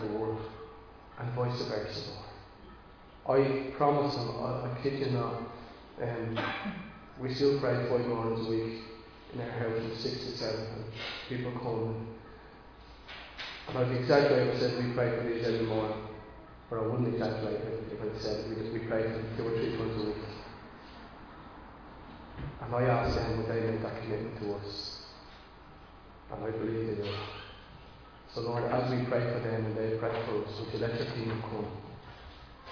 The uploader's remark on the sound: Recorded live in Liberty Church on 27 March 2022.